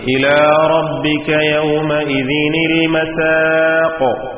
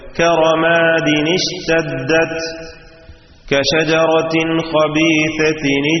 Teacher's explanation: ഹംസക്ക് മുമ്പ് തൻവീൻ വന്നാൽ അവിടെ തൻവീനിനെ കസ്റുള്ള നൂനാക്കി ഉച്ചരിക്കണം